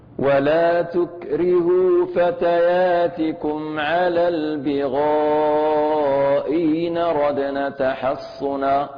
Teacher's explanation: إن أردنا الهمزة الأولى محققة والثانية مسهلة إبدال الثانية منهما ياء ساكنة مع المد ست حركات اعتدالا بالأصل لأن هنا هذه النون هي ساكنة أصلا إن فتحت من أجل النقل. · Term: تسهيل